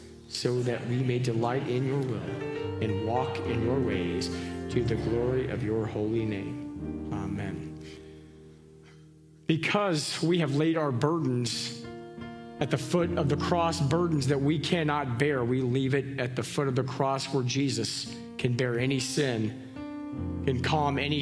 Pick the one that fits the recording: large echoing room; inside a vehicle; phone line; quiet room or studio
large echoing room